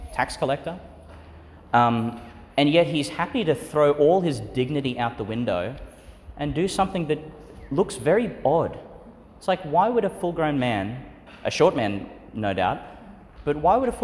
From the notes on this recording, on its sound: Homily for the Thirty-first Sunday in Ordinary Time, delivered at St Peter Channel Church, Tannum, Qld.